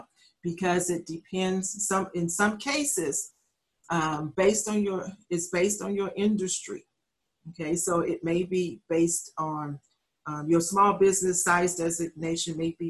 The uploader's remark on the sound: U.S. SBA & UTSA SBDC Accelerator Zoom Webinar.